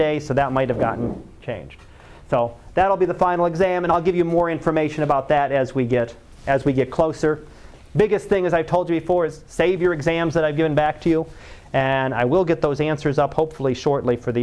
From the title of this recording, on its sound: Live Class Lecture